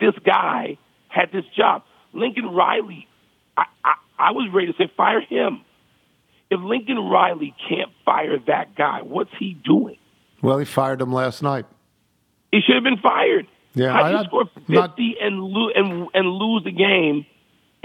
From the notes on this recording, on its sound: Calls. Phones.